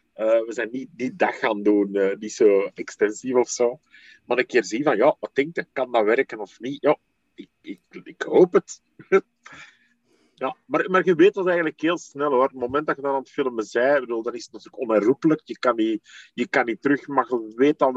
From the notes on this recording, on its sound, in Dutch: Het interview werd gedaan via zoom.